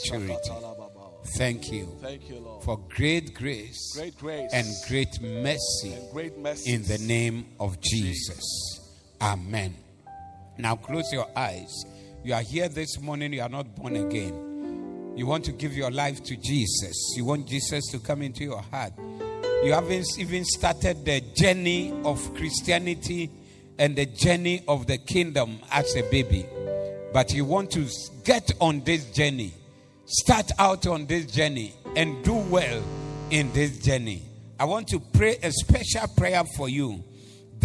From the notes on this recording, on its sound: Preached at the Doxa Service 14082022